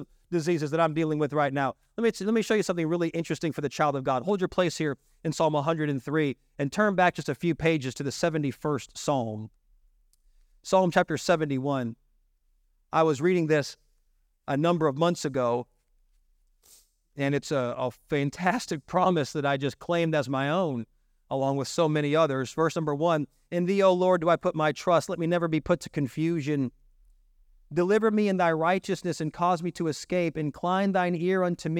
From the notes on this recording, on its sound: This message was delivered on September 10, 2023, during our evening service.